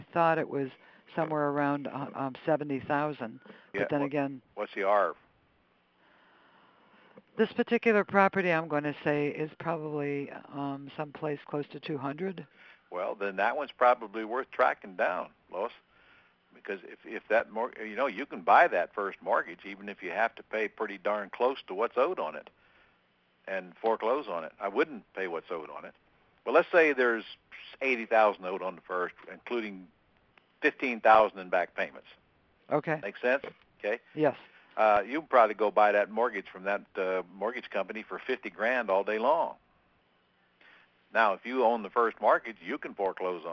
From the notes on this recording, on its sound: Q&A Call